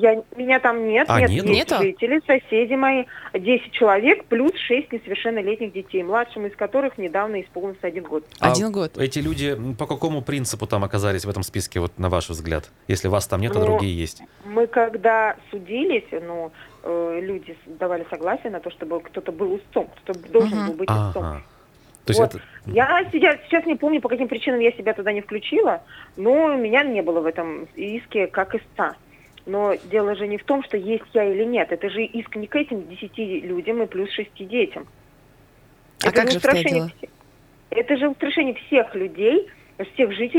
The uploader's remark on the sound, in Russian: По телефону